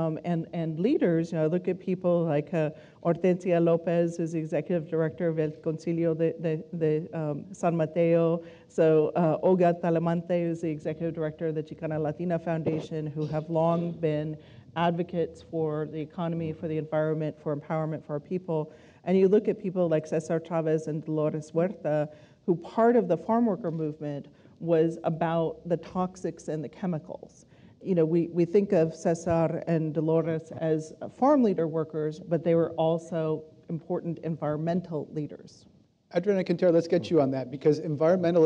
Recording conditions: live audience